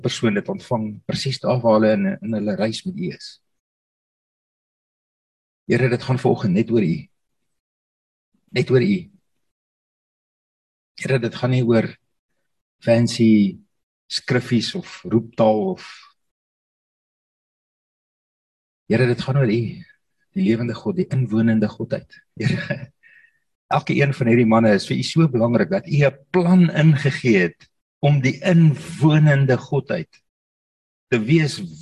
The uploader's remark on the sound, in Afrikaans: Zoom Byeenkoms 17 Mei 2022